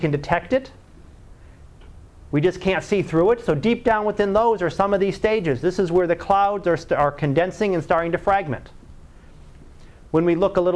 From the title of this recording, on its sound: Live Class Lecture